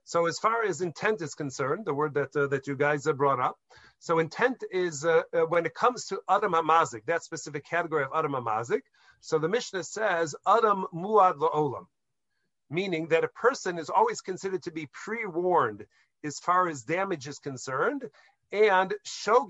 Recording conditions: video call